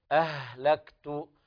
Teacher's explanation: بيان الهمس في الهاء أهلكت، كذلك الكاف فيها الهمس.